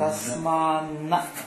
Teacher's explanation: तत्र दकारस्य स्थाने नकार नाम दकारस्य पञ्चम. दकारः तकारे वर्गे अस्ति अतः पञ्चम अस्ति. · Term: पञ्चमादेशः